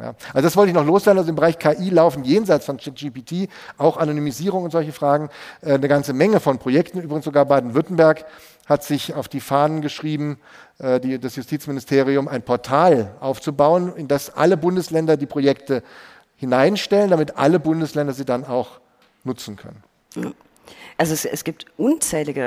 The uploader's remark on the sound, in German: Live aus Freiburg. Die Rechtsanwaltskammer Freiburg hat uns eingeladen, während der Kammerversammlung eine Live-Episode von (R)ECHT INTERESSANT!